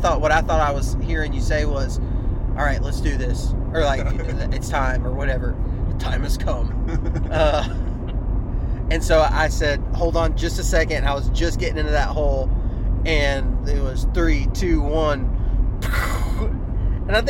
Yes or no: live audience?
no